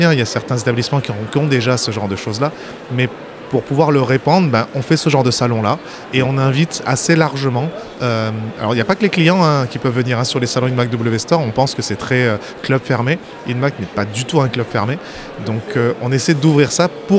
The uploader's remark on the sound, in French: J'improvise un épisode au salon InMacweb Store. Ambiance salon (bruit de fond).